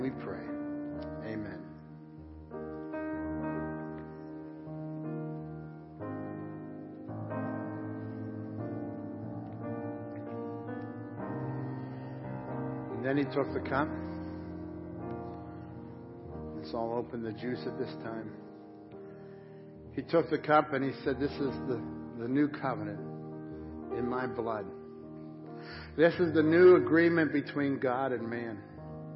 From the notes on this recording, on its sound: Crossroad Ministries Live Service